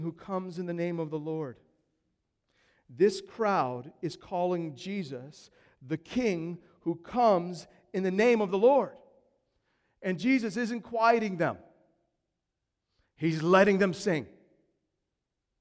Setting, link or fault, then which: setting, large echoing room